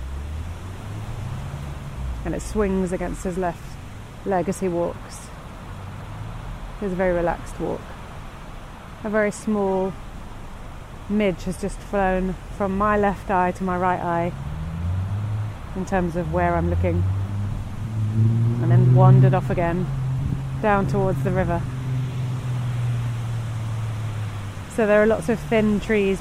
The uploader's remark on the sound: River Great Ouse. This podcast is recorded in 3D sound! She invites you to join her out and about as she captures those small, magical moments of everyday life, in sound. Thanks to 3D recordings, you’ll hear everything she does as if you were right there with her.